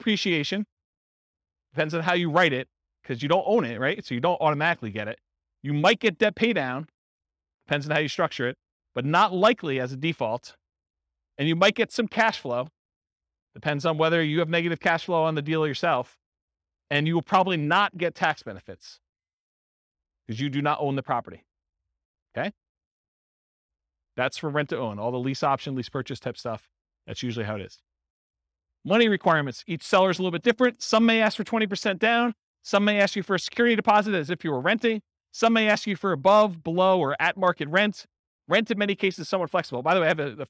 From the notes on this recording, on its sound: This was a live class recorded.